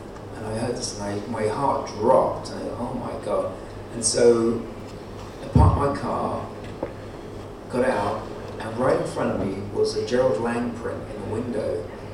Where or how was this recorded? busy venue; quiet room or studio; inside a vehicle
busy venue